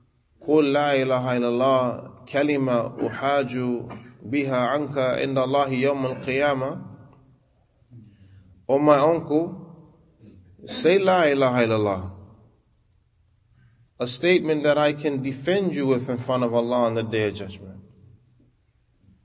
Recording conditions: large echoing room